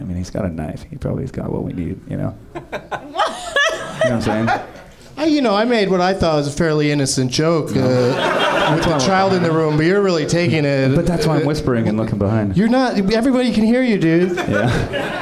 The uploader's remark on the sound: Live from the NerdMelt Showroom in LA